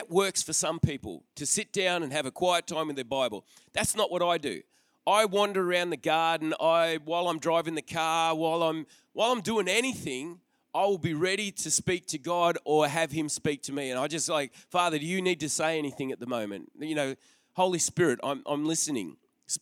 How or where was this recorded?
large echoing room